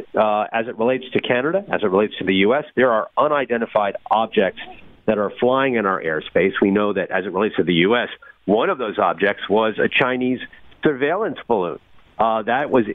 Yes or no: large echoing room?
no